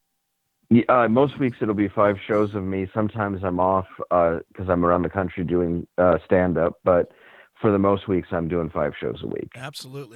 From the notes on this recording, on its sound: called